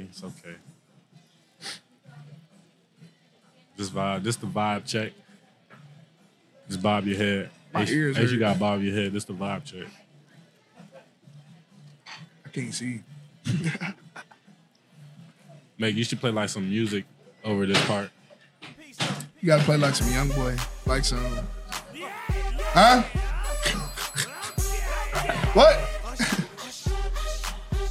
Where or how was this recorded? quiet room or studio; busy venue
busy venue